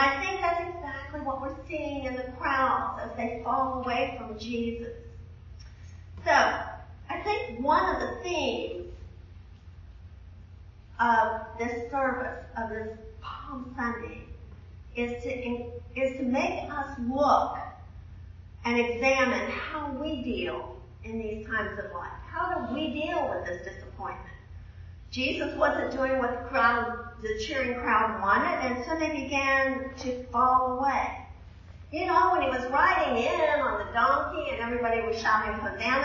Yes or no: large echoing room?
yes